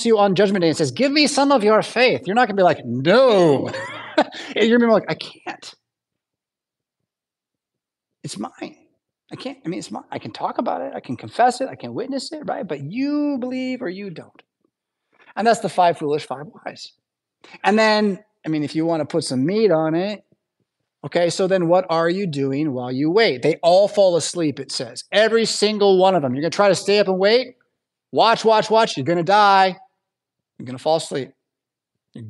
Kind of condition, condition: setting, large echoing room